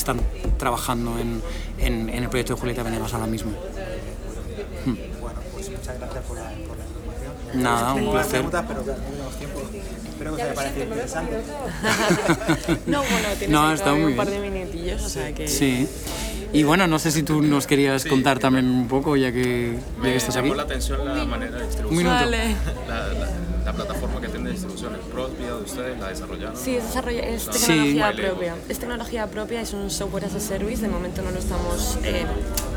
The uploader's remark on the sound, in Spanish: Desde el Primavera Sound Festival de Barcelona. En este episodio os hablo desde el Primavera PRO, la edición para profesionales de la industria musical dentro del festival Primavera Sound de Barcelona 2022.